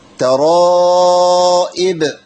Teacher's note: دي مش ياء، دي همزه مكسوره. الغايط، الغايط دي الغائط، حق الكسر يا شيخ، ما ينفعش فاش كده خالص، لازم تحقق الهمزه مع الكسره بتاعتها.